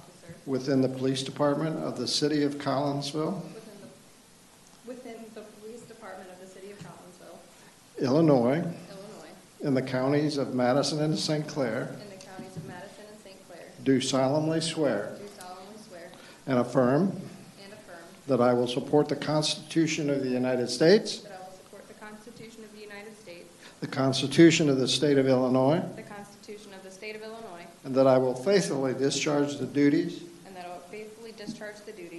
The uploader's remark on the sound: This is a live recording of the Collinsville City Council from January 11, 2022.